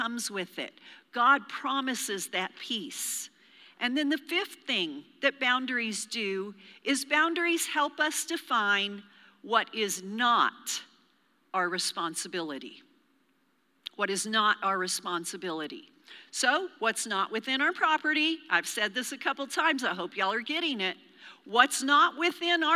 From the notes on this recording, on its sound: Recorded live during our Wednesday night service.